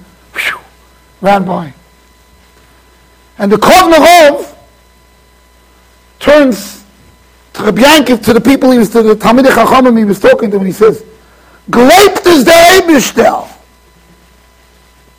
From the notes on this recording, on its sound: Shiur recorded in Yeshivas Ohr Reuven, Monsey NY.